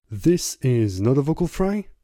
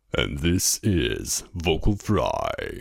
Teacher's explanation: Es ist eine bestimmte Art, die Stimmlippen schwingen zu lassen. Langsam, locker und mit sehr geringer Tonhöhe. · Shown in: second take